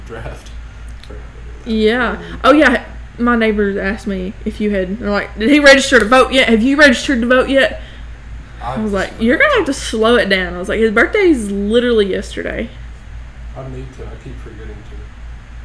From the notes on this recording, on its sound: I know we've had issues with the audio in the past, and even after trying to resolve them, they continue.